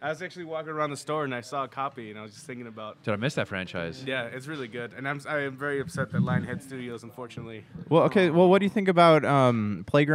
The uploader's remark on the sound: Live From Retro City Games Charity Night. Are coming at you live from Henderson, Nevada.